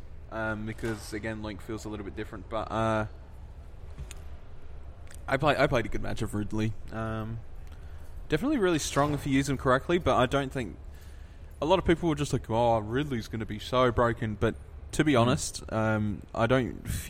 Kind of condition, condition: setting, busy venue